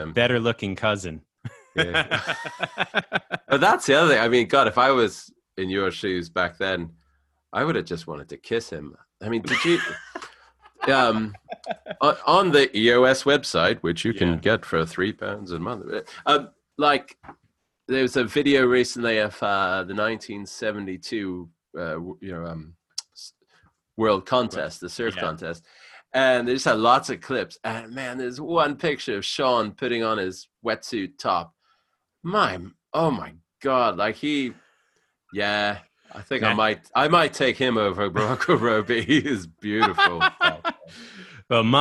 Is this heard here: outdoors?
no